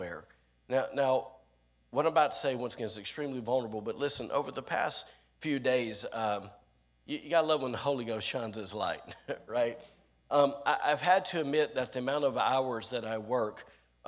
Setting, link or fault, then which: setting, large echoing room